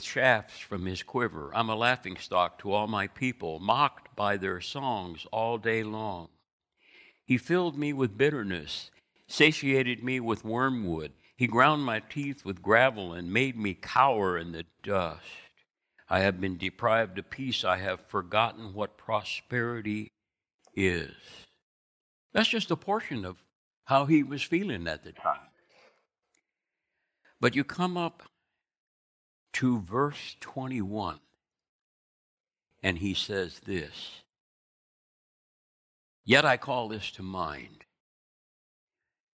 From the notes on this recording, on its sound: Recorded from South Gate Fellowship in Duncanville, TX on Sunday, October 3, 2021.